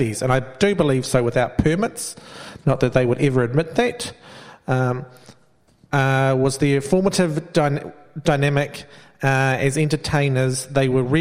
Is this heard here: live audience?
yes